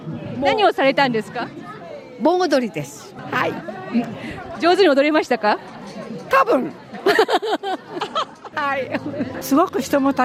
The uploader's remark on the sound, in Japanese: Event report: Matsuri Japan Festival in Chatswood 2023。快晴で大賑わい、Matsuri Japan Festival in Chatswood 2023 会場リポート。